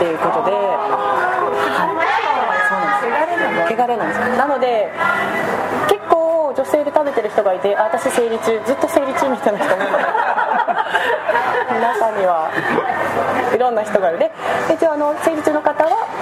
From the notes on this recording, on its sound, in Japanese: 飲食店での収録のため雑音が多くなっております。